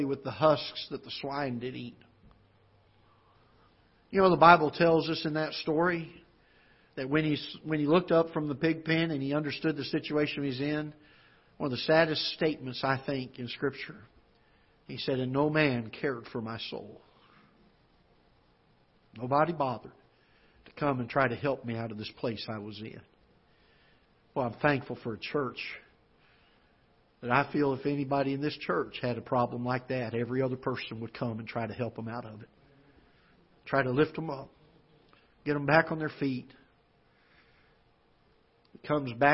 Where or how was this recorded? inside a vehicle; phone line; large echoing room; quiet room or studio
large echoing room